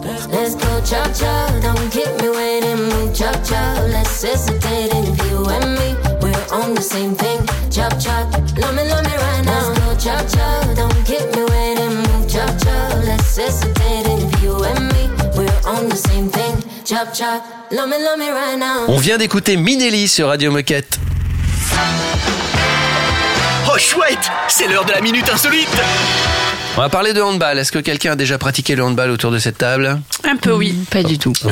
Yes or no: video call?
no